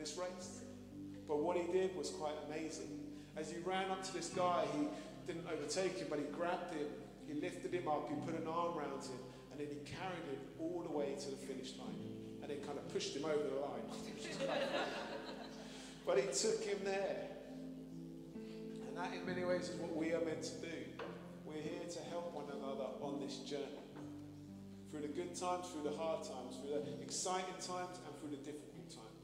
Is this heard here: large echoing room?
yes